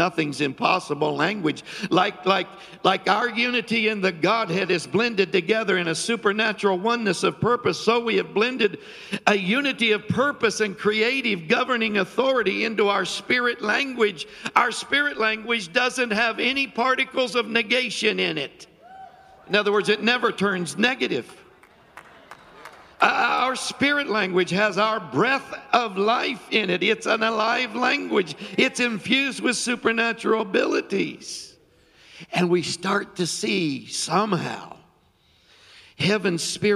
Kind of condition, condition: setting, live audience